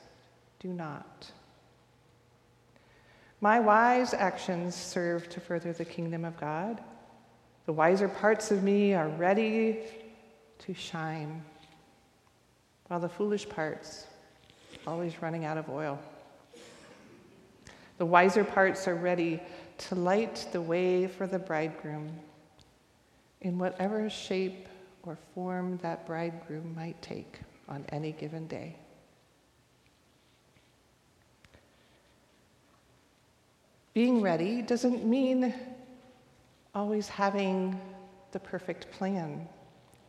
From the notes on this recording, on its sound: recorded live at the 10:00am service on Sunday, November 12, 2023